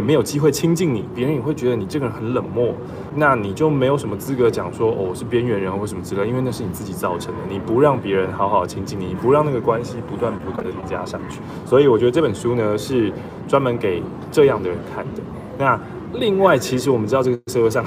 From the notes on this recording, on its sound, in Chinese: 這集是在成田機場等飛機的空檔錄製的，有很多的機場現場音